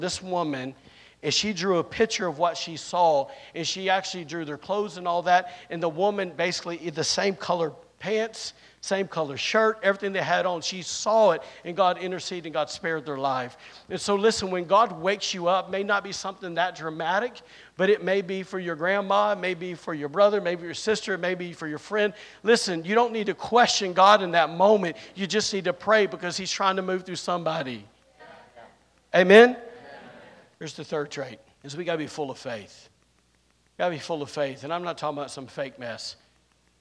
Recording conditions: large echoing room